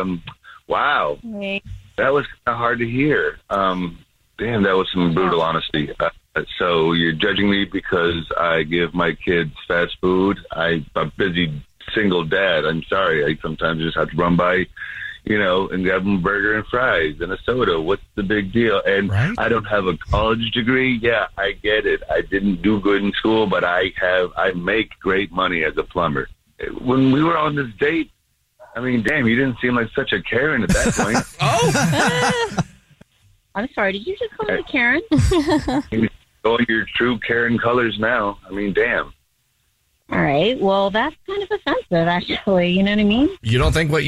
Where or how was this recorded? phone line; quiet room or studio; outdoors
phone line